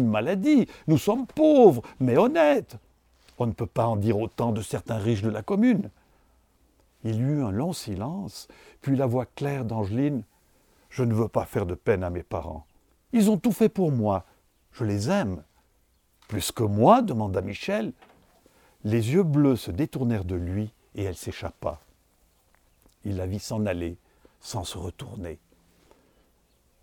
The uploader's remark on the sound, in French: le Swisspeak Resort de Vercorin a gentiment mis sa terrasse à disposition pour l’enregistrement d’un podcast « hors-série »